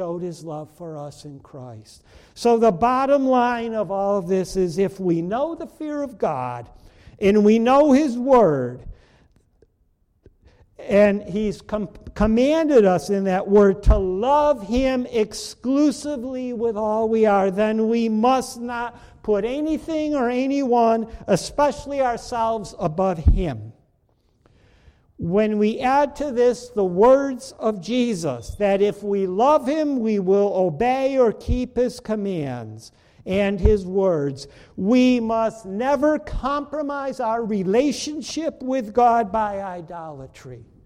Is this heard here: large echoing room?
yes